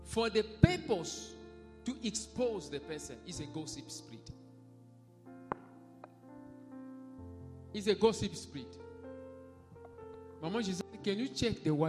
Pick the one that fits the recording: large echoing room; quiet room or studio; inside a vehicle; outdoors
large echoing room